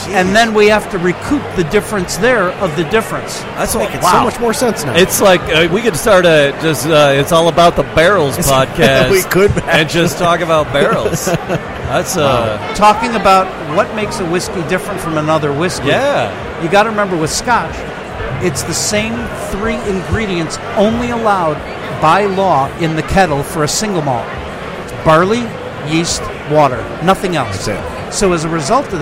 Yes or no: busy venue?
yes